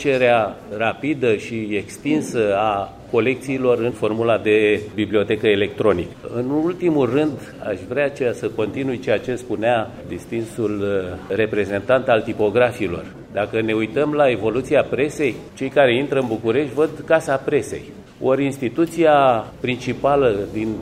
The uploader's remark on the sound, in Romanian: Înregistrare din sala Theodor Pallady a Bibliotecii Academiei Române la vernisajul expoziției „Presa românească.